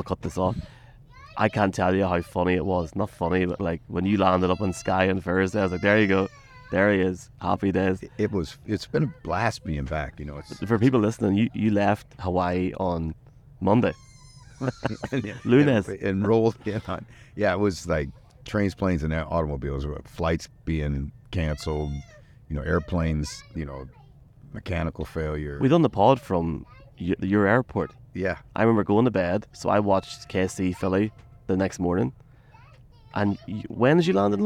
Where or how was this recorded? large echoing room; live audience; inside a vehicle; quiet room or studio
inside a vehicle